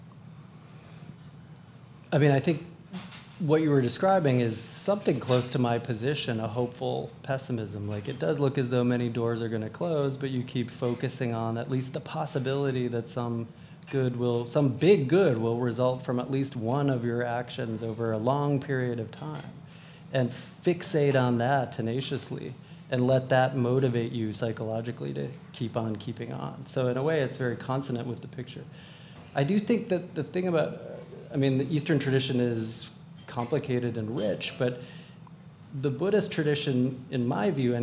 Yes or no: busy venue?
yes